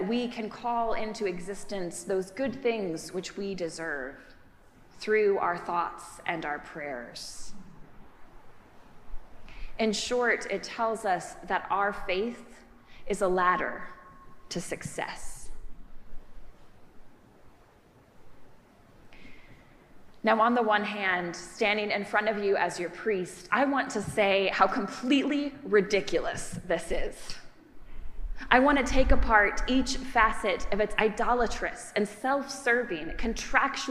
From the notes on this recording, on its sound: preached at our celebration of the Holy Eucharist on the Tenth Sunday after Pentecost